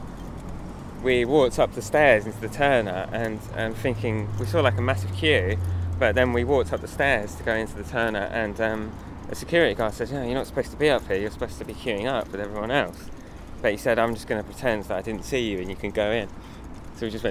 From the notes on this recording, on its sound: Seaside Towns, Seaside Frowns: Margate. This was an experiment into working in a single longform interview format (which I had not done before), and was recorded in a single day as a walk around the town.